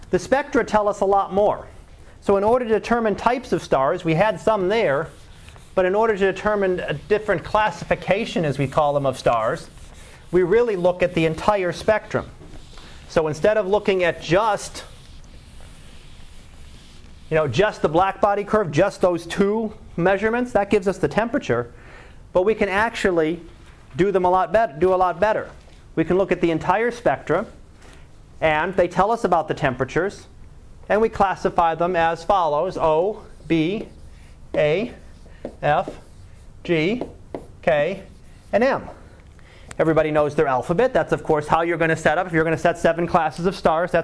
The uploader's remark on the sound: Live Class Lecture